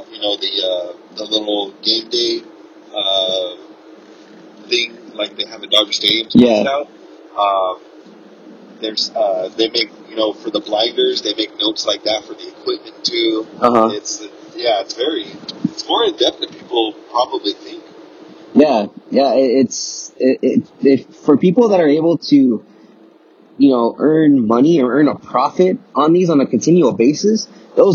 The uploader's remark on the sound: Excuse the low audio quality. Record this episode while on the road to Petco Stadium in San Diego to see the Dodgers play the Padres.